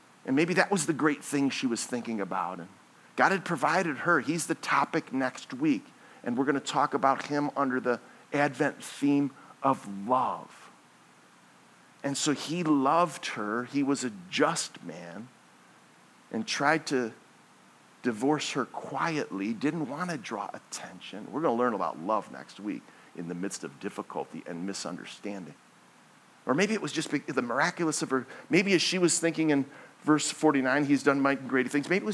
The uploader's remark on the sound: This message was originally preached at Highpoint Church on Sunday, December 3, 2023